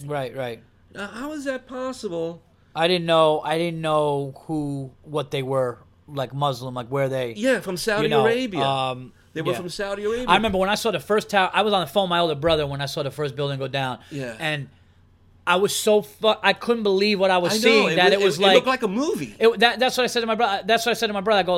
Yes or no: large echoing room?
no